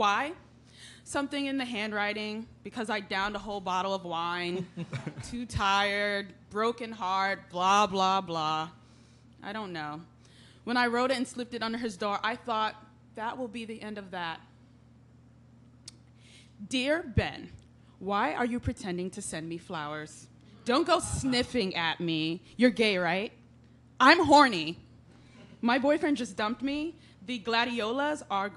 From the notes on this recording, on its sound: An intimate series of plays performed before live audiences.